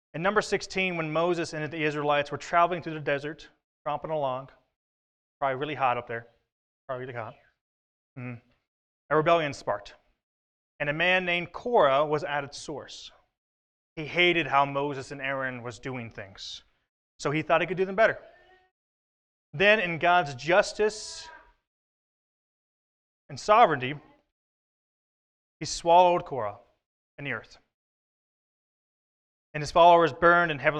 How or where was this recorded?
large echoing room